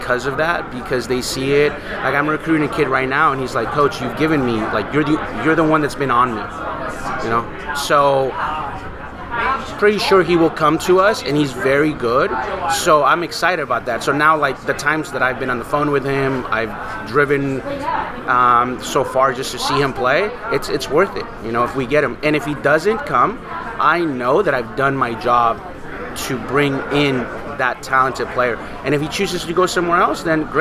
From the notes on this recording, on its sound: recorded recently on "Podcast Row" at the 2022 United Soccer Coaches Convention in Kansas City